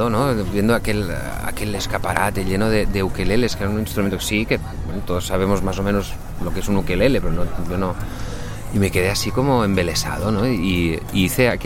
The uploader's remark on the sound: Walking and talking. Tras meses confinados, por fin nos encontramos en persona para grabar y brindar.